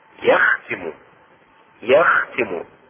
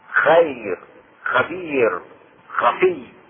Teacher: والمخرج السادس مخرج الخاء مثل مخرج الغين، ويكون في ادنى الحلق، يعني اقربه، يعني اقربه مما يلي الفم. ومثال الخاء يختم، يختم.